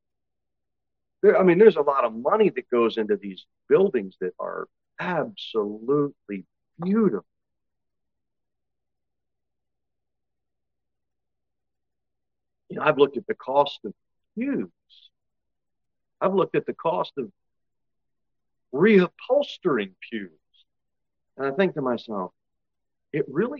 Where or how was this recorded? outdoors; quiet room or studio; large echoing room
large echoing room